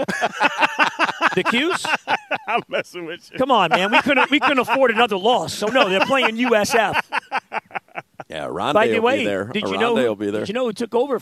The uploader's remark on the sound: live at Amerant Bank Arena